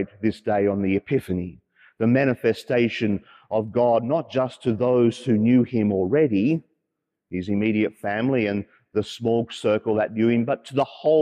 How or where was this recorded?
large echoing room